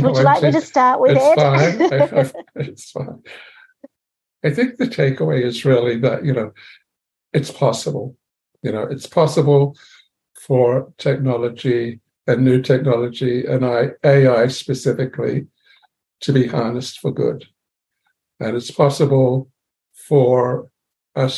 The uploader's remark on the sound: a special online seminar recorded Tuesday, 27 June